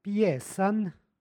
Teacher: Izgovorili smo pjesan sa takozvanim nepostojanim A i tvrdim N na kraju reči. Ovo je imenica ženskog roda, istorijskih i osnova i tu ne dolazi do umekšavanja krajnjeg suglasnika.